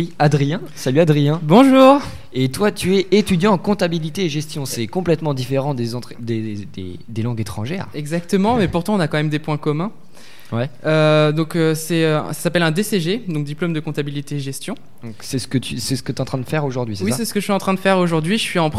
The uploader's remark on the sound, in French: Interview réalisée en direct samedi 2 février 2019, pendant le 2ème Forum de l'orientation du LRB.